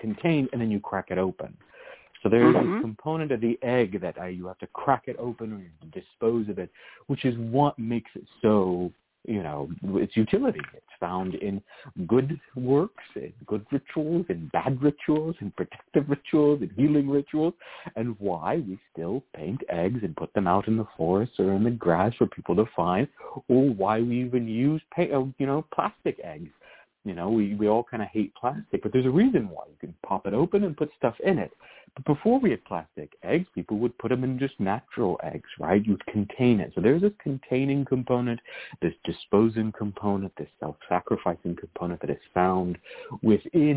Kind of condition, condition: link, phone line